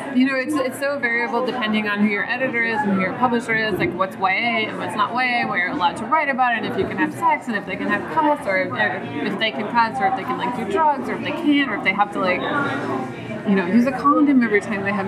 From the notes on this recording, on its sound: this interview has significant background noise